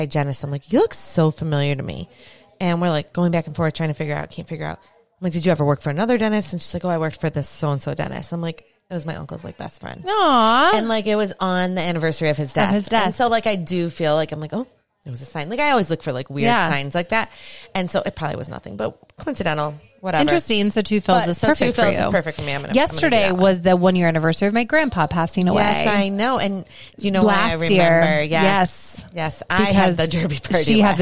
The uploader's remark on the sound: Podcasting before a live studio audience. We have some teenagers watching us podcast…who are we kidding they left right after we mentioned them.